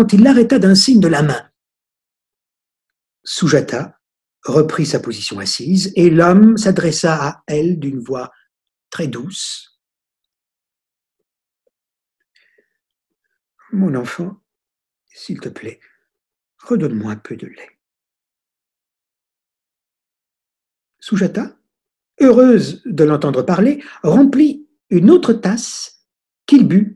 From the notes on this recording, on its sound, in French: Sessions en direct de 2020 par téléconférences.